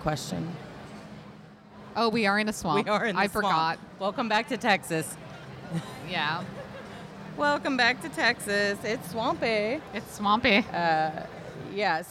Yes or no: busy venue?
yes